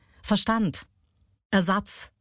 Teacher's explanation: die Betonung auf die zweite Silbe zu legen · Term: Jambus